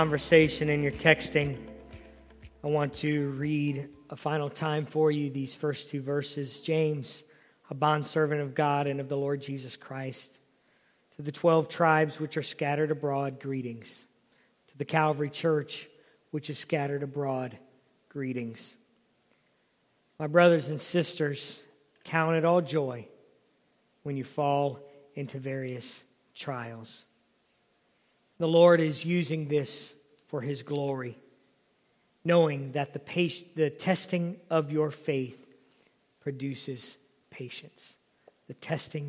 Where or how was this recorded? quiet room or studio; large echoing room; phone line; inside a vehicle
large echoing room